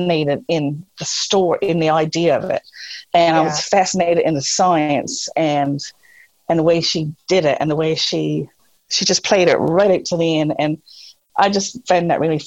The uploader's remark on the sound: I got three good friends together via Zoom.